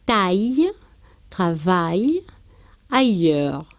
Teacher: Pero cuando van delante de una palatal, una l o una y, no se forma ese diptongo e, sino que se pronuncian separadamente la a y la i